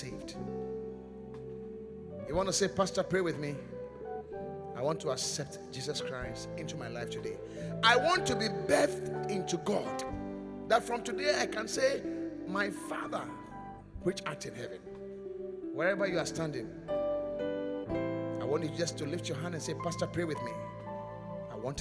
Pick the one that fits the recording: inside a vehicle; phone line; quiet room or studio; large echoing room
large echoing room